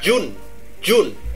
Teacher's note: Tức là về mặt kỹ thuật á, là chữ này, chữ G này nè, chữ D3 này nè, với lại cái chữ 3 hồi nãy á, là chữ D3 này khác ở chỗ là ở ngay đầu á, nó có một cái ngắt D, nó ngắt rất nhanh, nên là nó sẽ thành June, nó sẽ thành June, the June á, ha, giống như là the G á, June, đó.